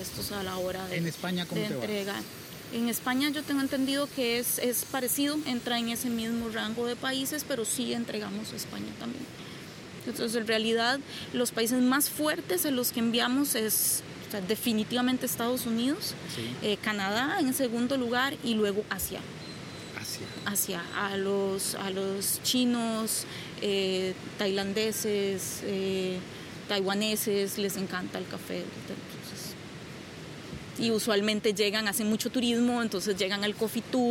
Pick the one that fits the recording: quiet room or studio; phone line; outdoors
outdoors